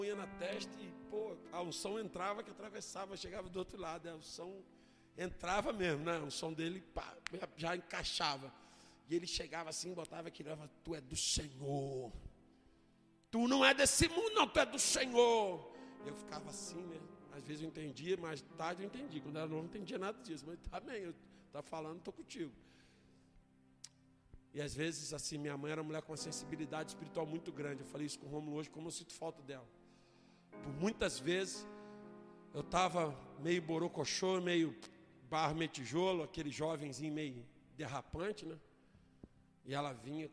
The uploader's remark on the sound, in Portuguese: Ao Vivo na Casa de Louvor